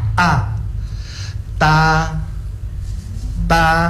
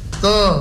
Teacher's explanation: tidak terbuka ini mulut, maka yang kedengaran bukan ta, justru to · Term: fathah